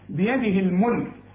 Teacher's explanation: الملك كلها حروف مرققة